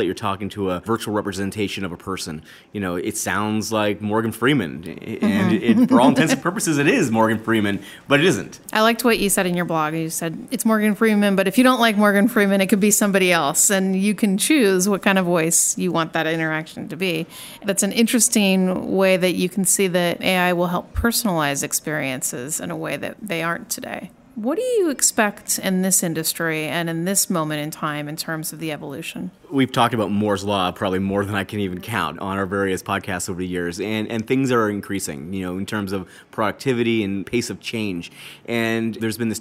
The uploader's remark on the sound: joins us live from Intel AI Day in San Francisco